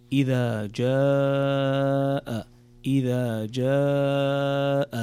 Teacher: هنا عندنا مد متصل ويسمى المد الواجب ومقداره 4 حركات، فتمده مدا طويلا فتقرأ إذا جاء، إذا جاء نصر الله والفتح.